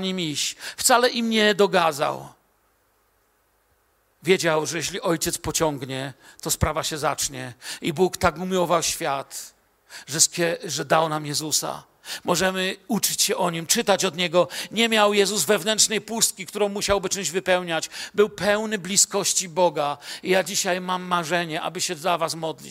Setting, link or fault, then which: setting, large echoing room